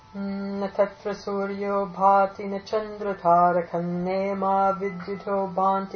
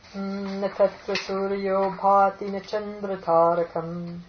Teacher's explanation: You can chant this as though it's one line, in which case the two lines are one line, so you're not taking a breath after the chandratarakam, in which case that anuswara will be pronounced as the following nasal · Shown in: first take